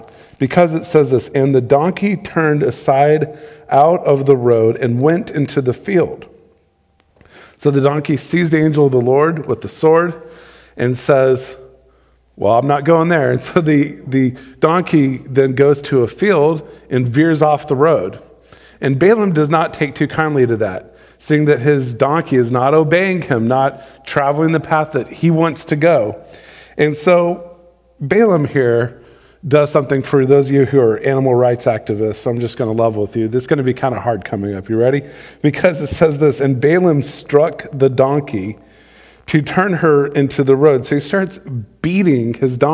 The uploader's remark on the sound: Recorded live on December 27, 2020.